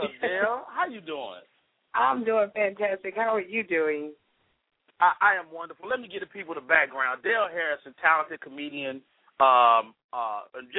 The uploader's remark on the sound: opens up the lines to chat with his audience